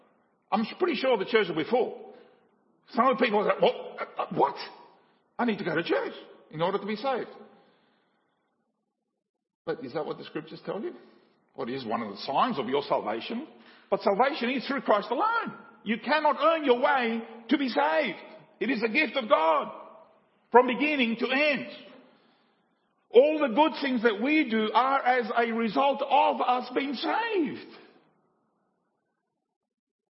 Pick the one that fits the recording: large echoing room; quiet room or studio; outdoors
large echoing room